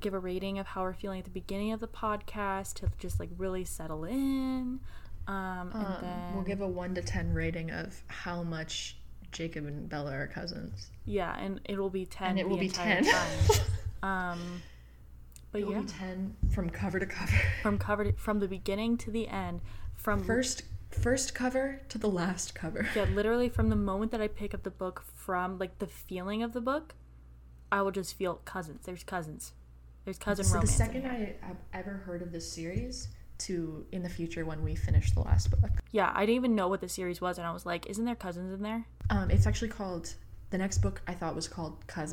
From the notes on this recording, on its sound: her mod podging was closer to the mic than she was